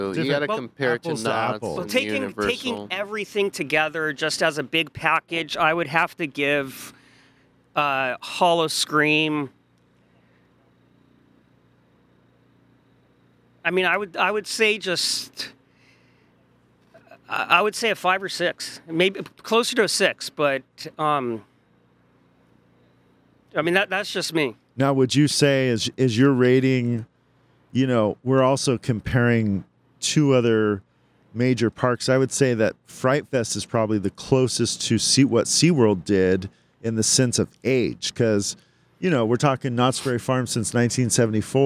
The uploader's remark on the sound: Live from Howl-O-Scream at Seaworld San Diego. Live from Howl O Scream at SeaWorld San Diego. At the very first Howl-O-Scream event at San Diego Seaworld!